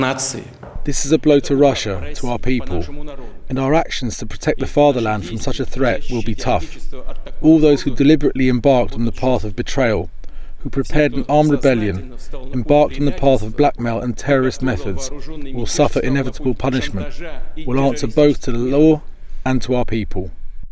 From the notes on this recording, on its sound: We are live at the first ‘summer’ Davos in Tianjin since the Covid pandemic.